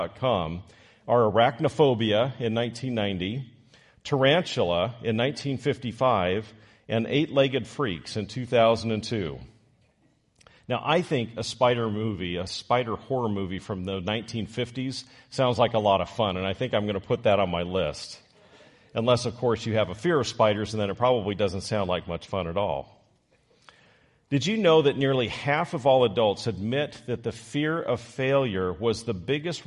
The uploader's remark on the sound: Recorded live on Sunday, March 26, 2023